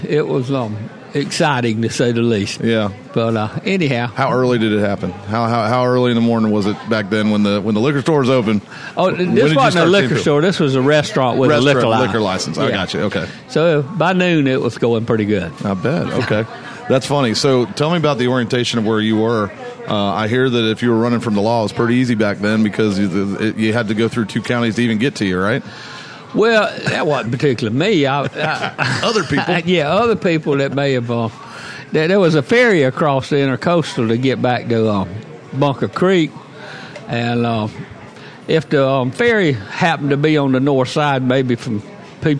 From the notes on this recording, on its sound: Today's show taped live at Sunrise Coffee and the 30A Store in Gulf Place.